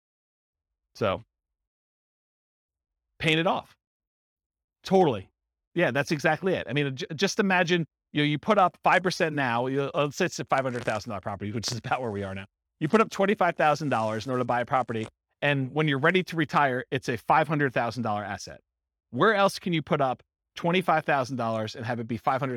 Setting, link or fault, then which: setting, live audience